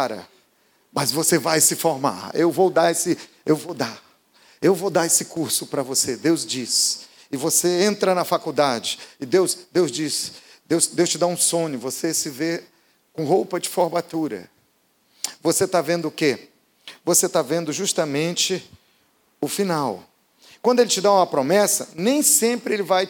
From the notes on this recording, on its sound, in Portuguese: Podcast gravado na PAES Piedade no dia 03/12/2018